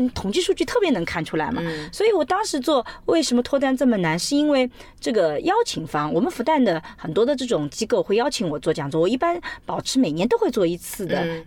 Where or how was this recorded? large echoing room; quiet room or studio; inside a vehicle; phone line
inside a vehicle